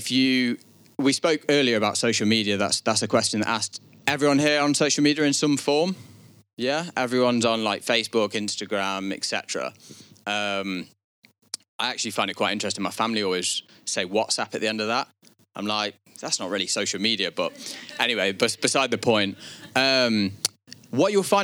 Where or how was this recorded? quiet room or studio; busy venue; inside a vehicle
busy venue